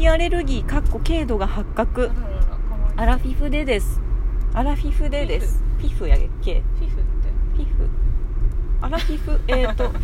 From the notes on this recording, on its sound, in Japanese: 今回はお出かけ収録シリーズ！